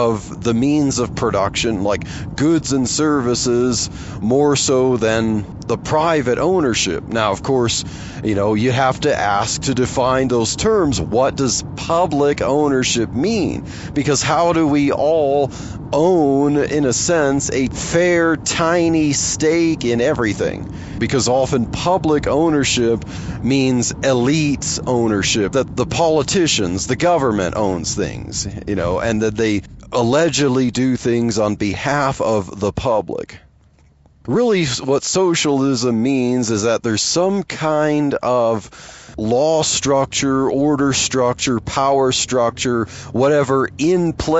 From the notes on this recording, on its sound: while driving to work